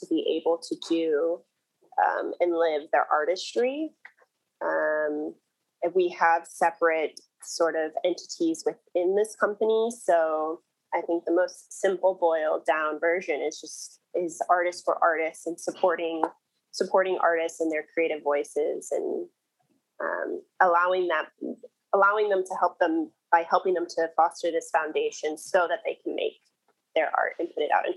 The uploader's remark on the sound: we were asked to come in (Zoom-style)